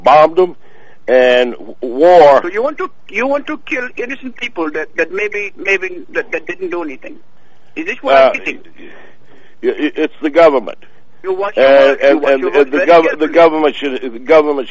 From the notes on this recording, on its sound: Personal Prank Phone Calls Collection